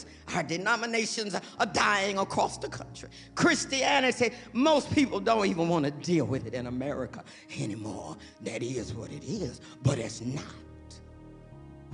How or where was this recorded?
large echoing room